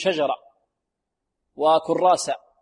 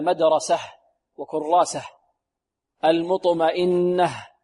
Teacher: فعند الوقف عليها لابد من إيضاح الهاء · Shown in: second take